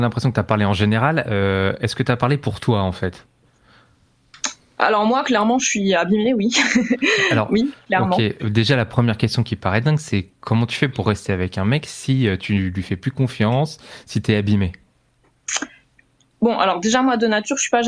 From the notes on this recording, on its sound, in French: Cet épisode a été enregistré a distance et en direct